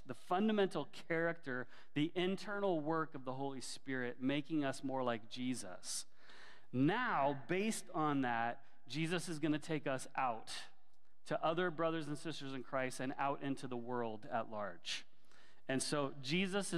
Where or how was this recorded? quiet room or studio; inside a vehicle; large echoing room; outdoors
large echoing room